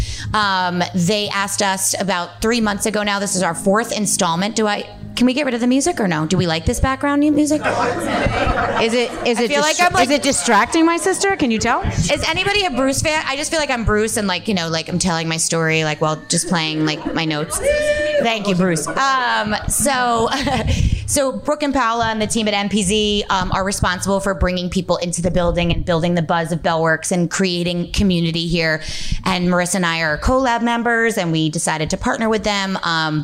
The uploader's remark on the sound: An "after hours" LIVE panel of executives from the Spirits and CBD industry for the monthly speaker series "HOW IT WORKS". LIVE PODCAST (recorded 2.26.20) at the magical #metroburb, Bell Works of Holdmel, NJ.